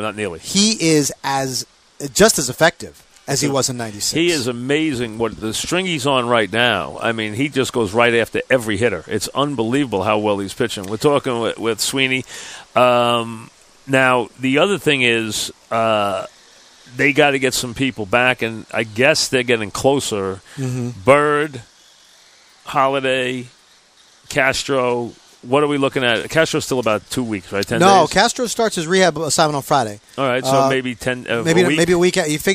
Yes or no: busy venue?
yes